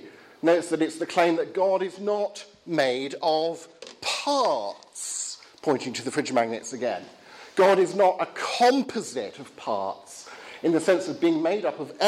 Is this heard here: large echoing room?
yes